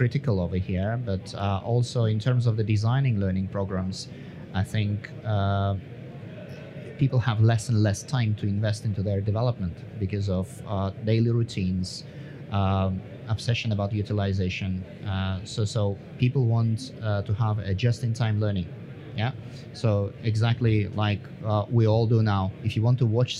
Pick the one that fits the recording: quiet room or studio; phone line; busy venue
busy venue